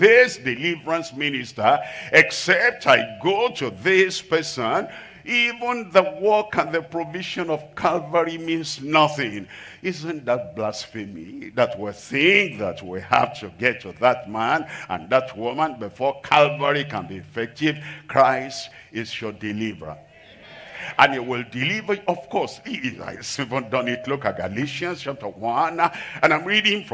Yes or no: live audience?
yes